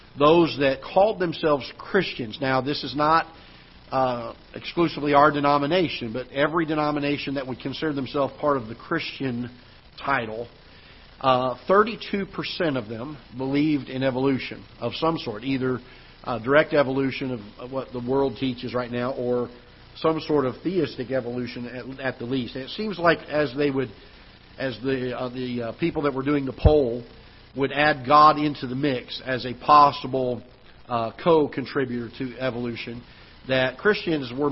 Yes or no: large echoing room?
yes